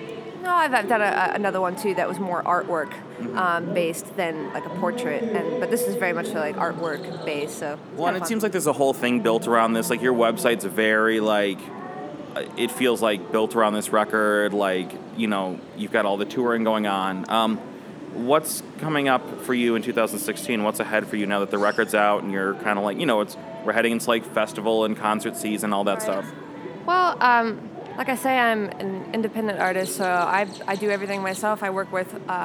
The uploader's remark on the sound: Recorded at SXSW 2016